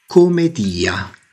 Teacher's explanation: Il titolo originale era Commedia, con una sola M e probabilmente pronunciata con un accento tonico sulla I.